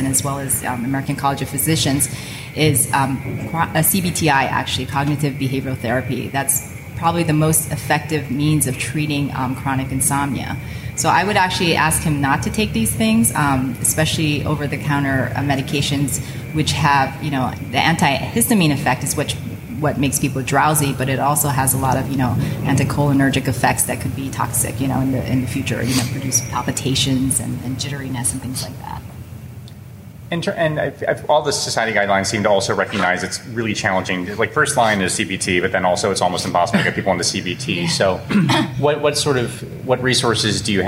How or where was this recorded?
live audience